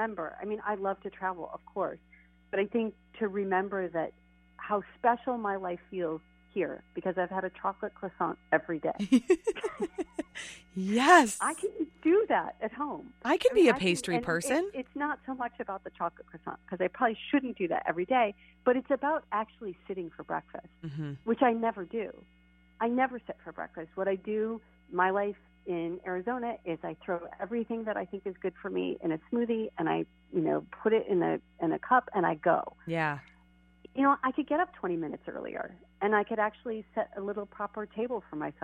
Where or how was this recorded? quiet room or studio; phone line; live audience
phone line